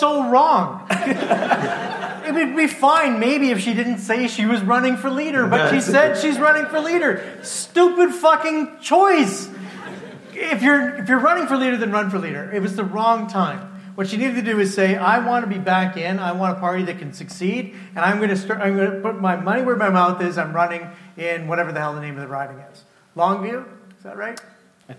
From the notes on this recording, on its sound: live show recorded in Calgary, Alberta